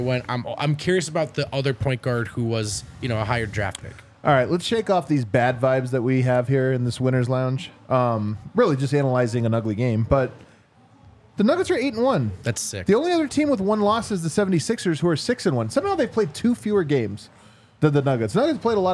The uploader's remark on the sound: come to you LIVE from the DNVR Bar